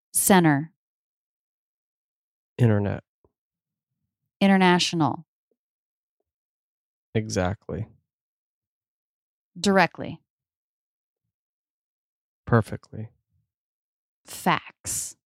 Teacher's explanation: the T is dropped altogether, either because it comes after an N or because it comes between two other consonants